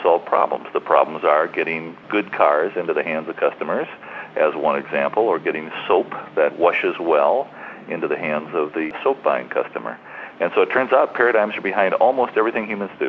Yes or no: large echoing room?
no